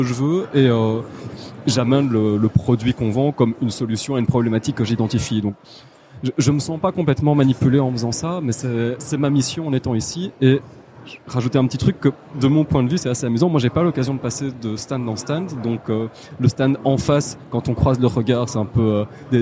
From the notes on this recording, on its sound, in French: Nous enregistrons directement du salon Learning Technologies France de Paris. Même si les conditions d’enregistrement sont inédites.